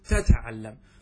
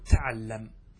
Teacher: بحذف إحدى التاءين وإبقاء الأخرى · Shown in: second take · هذا جائز وهذا جائز، لك هذا ولك هذا، لك أن تثبت التاءين فتقول تتعلم، ولك أن تحذف التاء فتقول تعلم.